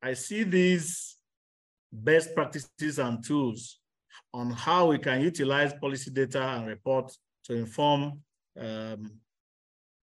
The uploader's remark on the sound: This episode features recordings from the webinar themed, 'Using African Policy Data to monitor trends in Public Policy'.